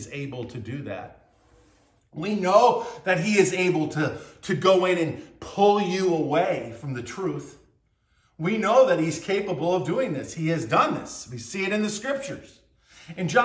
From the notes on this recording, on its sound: BCC Virtual Worship. At Burlington Christian Church on June 18th, 2023.